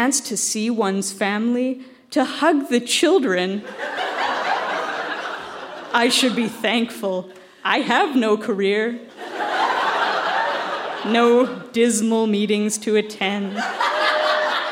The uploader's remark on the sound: Recorded live at the Victoria Event Centre in Victoria, BC.